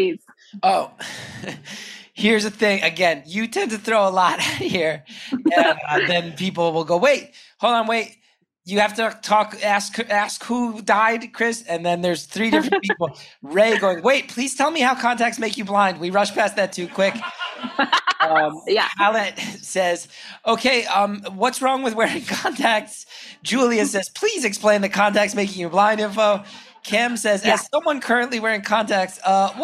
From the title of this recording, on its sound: Live From Chicago